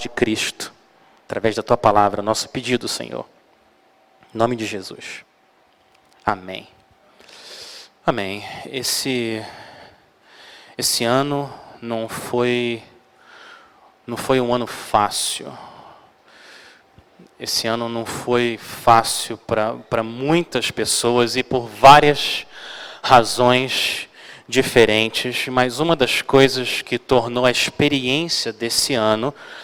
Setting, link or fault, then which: setting, large echoing room